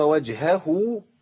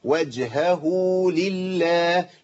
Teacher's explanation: لابد من بيان تمكين صوت الهاء اولا ثم الصله